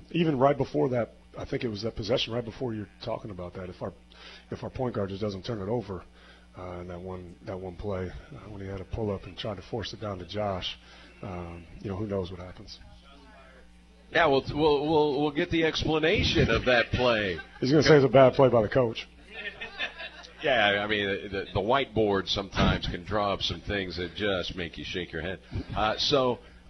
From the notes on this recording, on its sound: Live from Wings ETC!